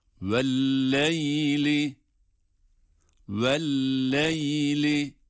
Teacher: bu lam harfi görülen haliyle şeddeli okunduğu için şedde var olmasına rağmen tutmuyoruz. Çünkü lam harflerinin tutulmadığını biliyoruz şeddeli halde de.